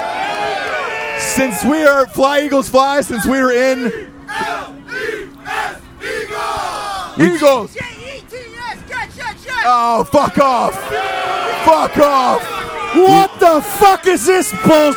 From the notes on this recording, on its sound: live from the Army/Navy tailgate partying with everyone in town for the game